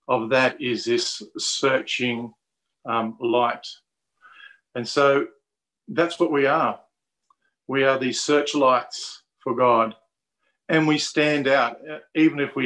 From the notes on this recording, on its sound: Talk 2 from the Wednesday United zoom meeting on 20 January 2021.